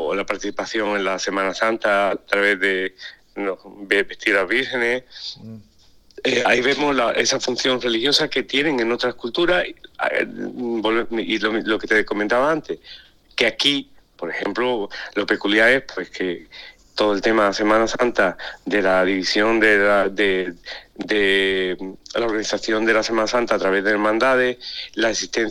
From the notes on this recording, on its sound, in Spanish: Entre París y Sevilla, charla telefónica.